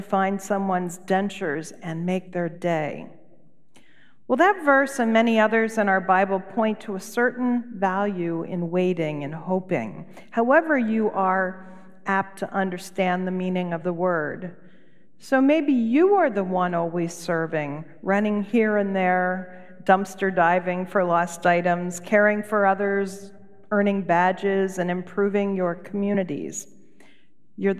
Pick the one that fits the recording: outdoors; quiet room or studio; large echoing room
large echoing room